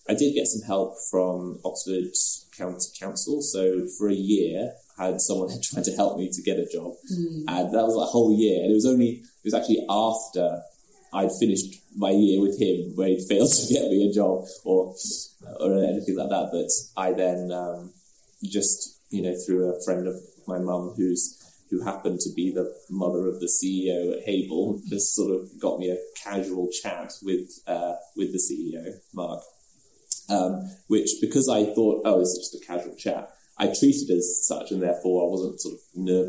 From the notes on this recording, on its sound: For our first-ever face-to-face Sunflower Conversations recording. This was a live recording, and as such, the sound isn't the best quality.